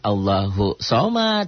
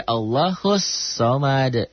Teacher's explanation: Bacanya jangan Allahu somad tapi Allahus somad. Karena di situ ada alif lam samsiah nyamber ke sod · Shown in: second take